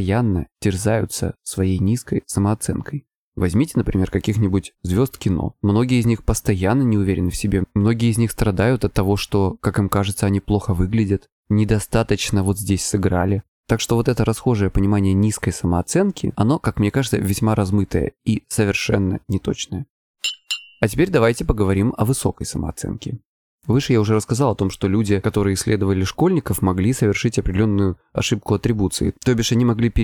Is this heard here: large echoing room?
no